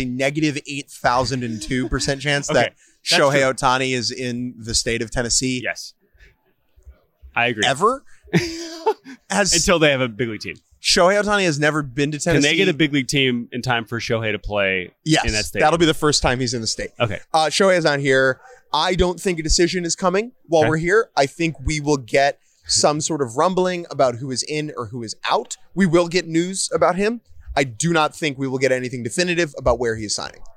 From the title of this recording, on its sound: LIVE From the Winter Meetings